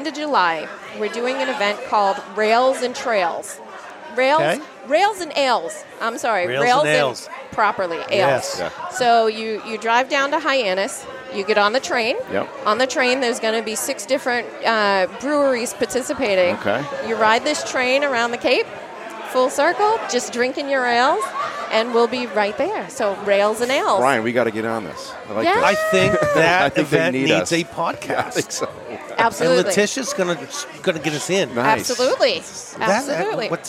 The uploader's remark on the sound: At the Culture on Tap Festival